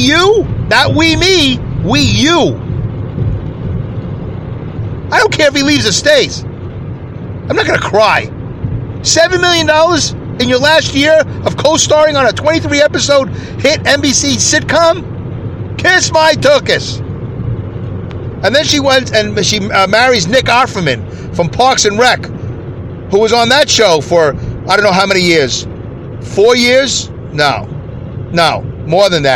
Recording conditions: inside a vehicle